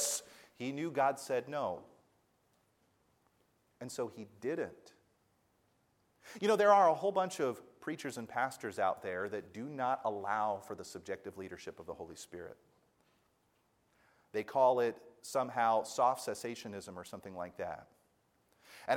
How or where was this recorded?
large echoing room